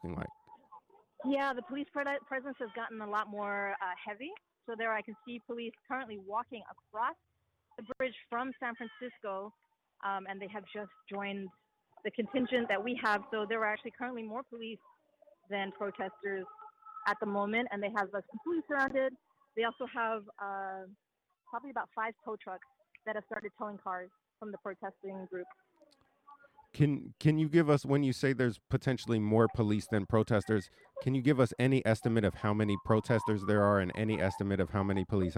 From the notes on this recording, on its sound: Live from the Scene. On today’s live show we preempted all of our normal coverage to go straight to the San Francisco Bay Bridge where protesters blocked all traffic in the westbound direction. KPFA.